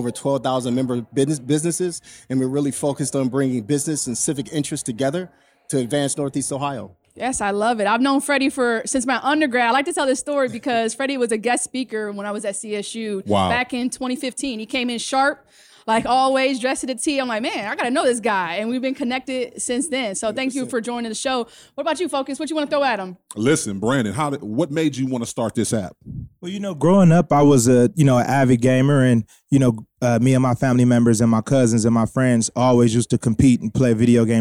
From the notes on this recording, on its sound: LIVE at FutureLAND. We Went LIVE at the FutureLAND Conference 2023.